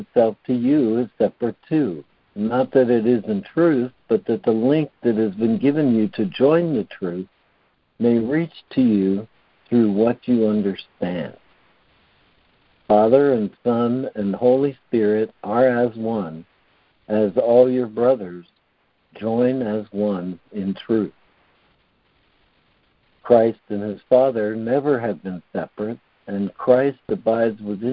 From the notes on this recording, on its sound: ACIM Daily Conference Call.